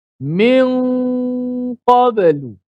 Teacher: Nun makhraj tak ada lagi. Tinggal nun hanya tinggal pada gunnah saja. Suara sengau, suara gunnah saja yang berlaku di di hidung. Maka nun tu disembunyikan di sisi huruf qaf. · Term: ikhfa hakiki